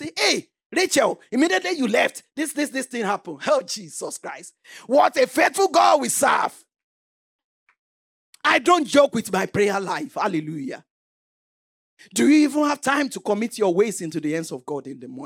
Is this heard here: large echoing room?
yes